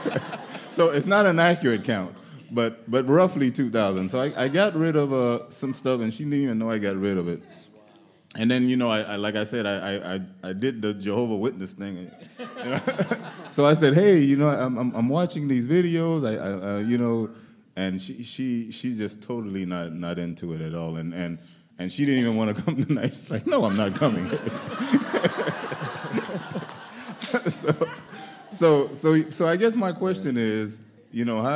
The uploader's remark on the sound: Answer questions in front of a sold-out crowd in Miami.